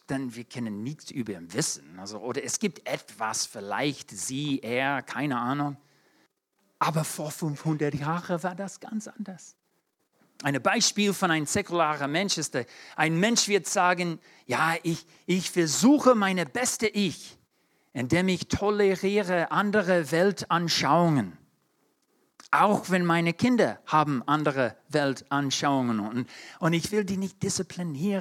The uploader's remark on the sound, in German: 2022 in der Gemeinde Kaleo Schopfheim aufgenommen.